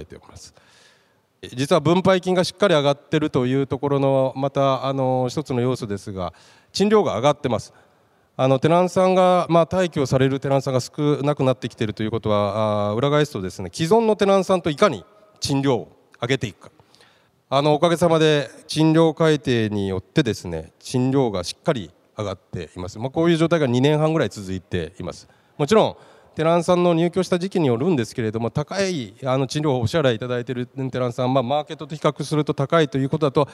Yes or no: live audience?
yes